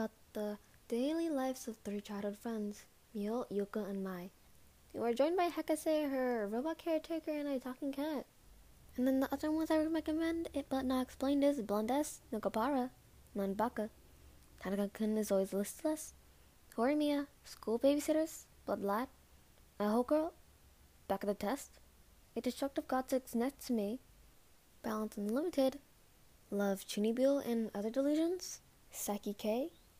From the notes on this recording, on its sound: Warning: mic peaks a lot.